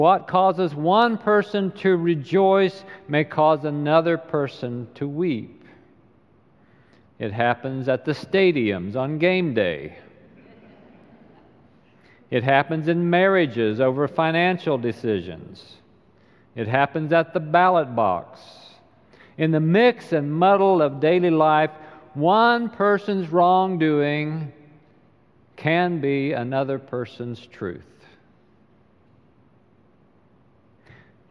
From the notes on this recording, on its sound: Recorded live during the Sunday worship service.